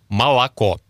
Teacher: безударный звук «о» мы обычно произносим как короткое «а». Мы пишем «молоко», но говорим «молоко».